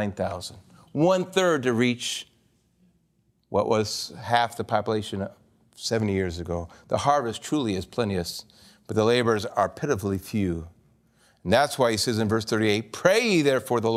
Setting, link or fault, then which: setting, large echoing room